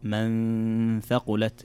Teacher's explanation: النون ساكنة أتى بعد حرف الثاء، والثاء فيها حكم هنا إخفاء حقيقي